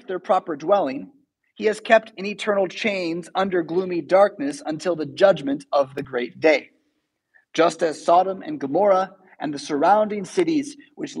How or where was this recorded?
large echoing room